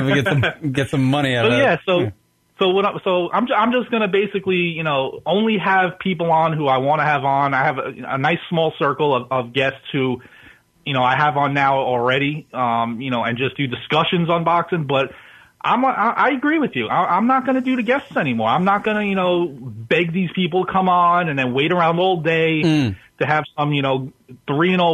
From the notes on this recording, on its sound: is joined on the phone